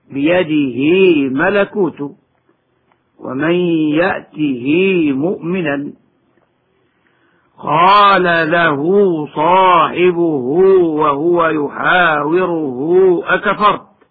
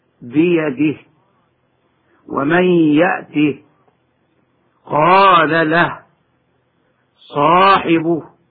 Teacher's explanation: الحالة الثانية أن يكون المد ثابتا وصلا معزوفا وقفا، مثل هاء الضمير وصلا، هكذا بيده ملكوت ومن يأته مؤمنا، قال له صاحبه وهو يحاوره أكفرت. فالهاء ممدودة مدا طبيعيا في هذه الأمثلة وصلا · Shown in: first take · وعند الوقف تسكن بدون مد هكذا بيده ومن يأته، قال له صاحبه وهكذا.